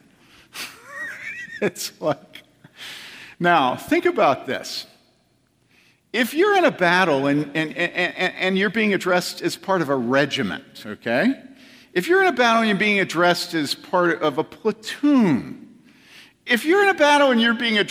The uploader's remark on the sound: From the 2014 Clearnote Summer Conference.